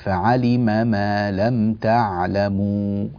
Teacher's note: بعض الناس بسبب اجتماع الميمين فعلم ما، يعني يخل بزمن الحركة أو يدغمها، فعلم ما لم تعلموا، لا يبين الفتحة جيدا فلا بد من بيانهما جيدا، فعلم ما لم تعلموا هكذا.